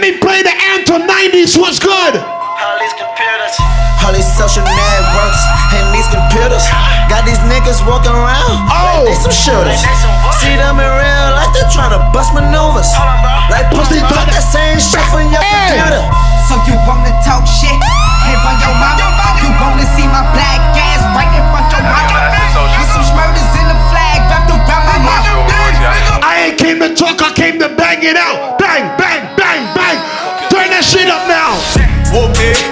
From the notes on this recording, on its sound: LIvE in VA BEACH. PHOENIX LOUNGE.